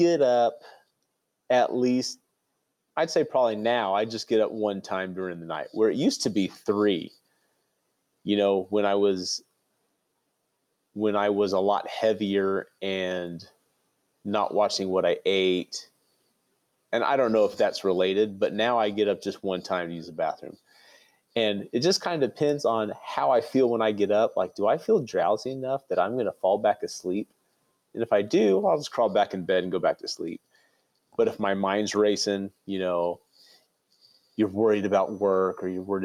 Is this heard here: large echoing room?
no